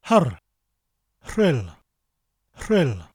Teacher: So we take a little of that sound, not too much, just a rrr, and we say a h sound from the back of our throat before the rrr. So it's hr, hrill, hrill.